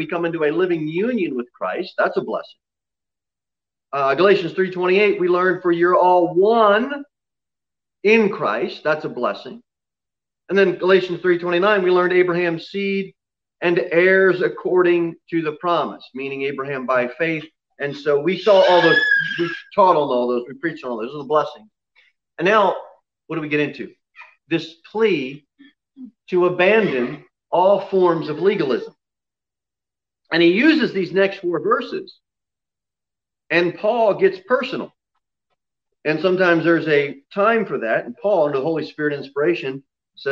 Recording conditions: large echoing room